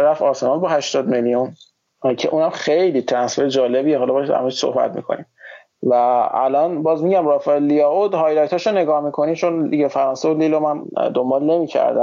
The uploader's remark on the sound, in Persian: پیشاپیش عذر ما رو بابت اسکایپی بودن و کیفیت کمتر صدا نسبت به اپیزود های اصلی بپذیرید.